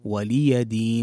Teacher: طيب، وهنا تنبيه في الآية الأخيرة في قوله تعالى لكم دينكم ولي دين، من الأخطاء الشائعة أن تقرأ ولي دين، ولي دين، والصحيح أن تحقق كسرة اللام في ولي، وتوضح كذلك الياء، فتحة الياء، ولي دين، ليست ولي دين، ولي دين، ولي دين.